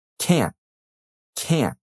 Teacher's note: You've probably noticed that you cannot rely on hearing a good T sound at the end.